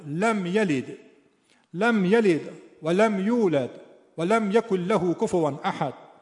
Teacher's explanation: لم رو بالا میبریم به خاطر نفیش